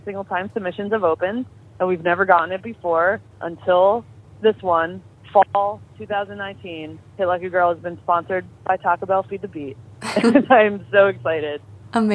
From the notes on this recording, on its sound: talked over the phone